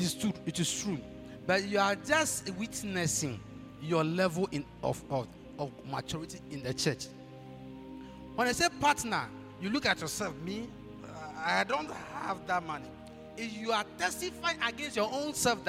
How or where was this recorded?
large echoing room